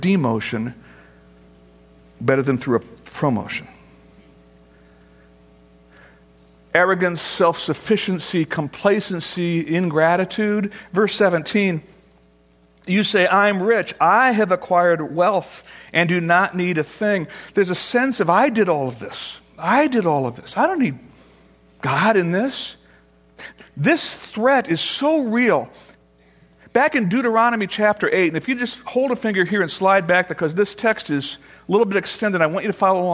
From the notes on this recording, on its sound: Originally recorded on June 9, 2013, at Fellowship Missionary Church, Fort Wayne, IN.